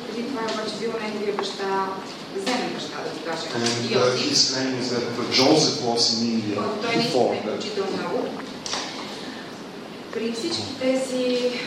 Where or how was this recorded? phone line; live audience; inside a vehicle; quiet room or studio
live audience